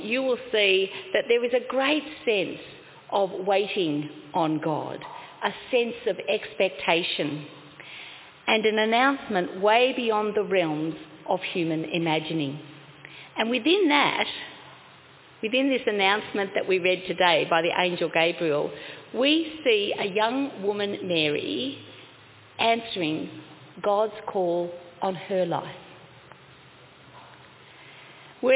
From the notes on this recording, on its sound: Congregation: Carlton 10am (Service of Baptism and Confirmation)